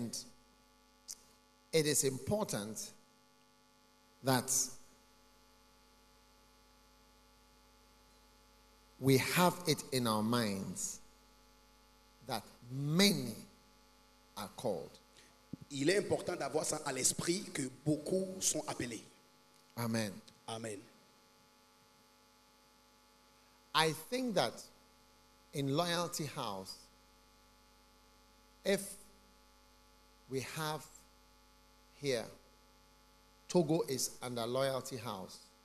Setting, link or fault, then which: setting, large echoing room